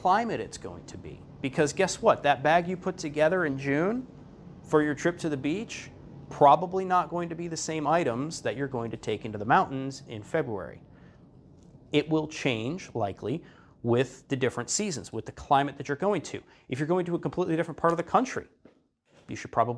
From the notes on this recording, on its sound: This episode is an audio recording of an Educational Seminar I taught.